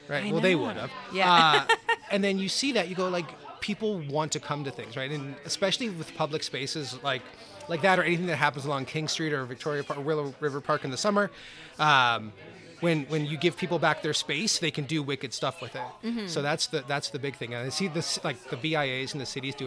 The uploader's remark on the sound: live broadcast from Adventurers Guild in DTK